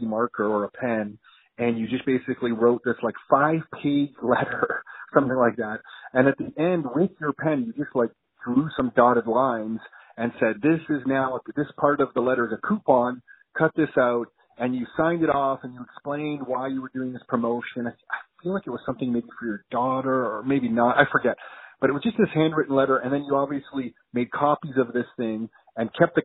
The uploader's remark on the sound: Phone call conversation (sorry about the audio quality!!).